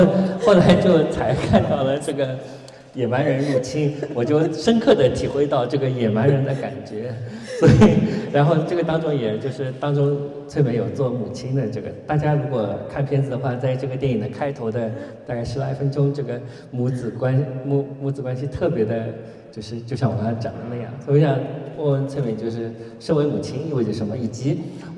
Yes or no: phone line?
no